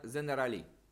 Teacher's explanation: il n'y a pas de g, donc g est remplacé par z. Et à la fin, on ne peut pas prononcer une consonne, donc on met i.